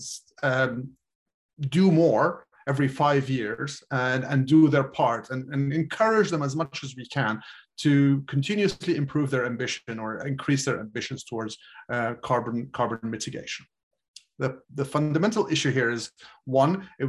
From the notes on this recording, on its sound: This public talk was conducted online via Zoom